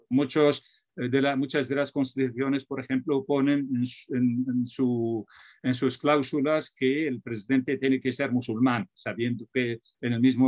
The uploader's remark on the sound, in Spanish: Casa Árabe, en colaboración con la Universidad Nacional Autónoma de México (UNAM) organizó el pasado 4 de abril una mesa redonda online.